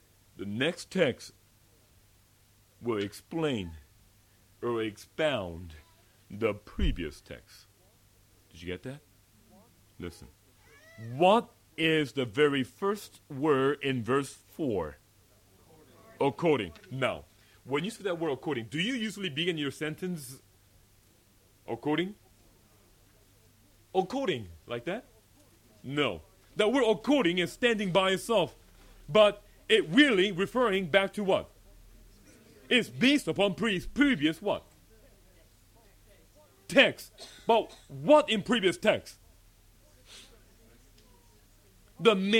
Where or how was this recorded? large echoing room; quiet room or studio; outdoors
large echoing room